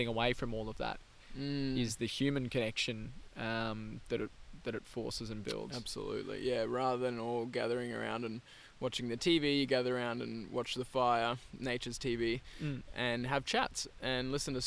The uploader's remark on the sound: We recorded this one while out at TFC Bush 1. We recorded this one while out at TFC Bush 1.